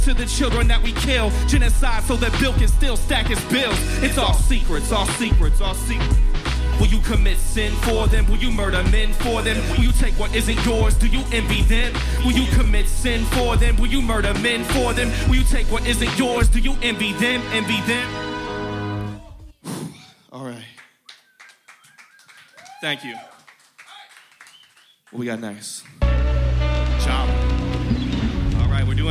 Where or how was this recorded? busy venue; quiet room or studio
busy venue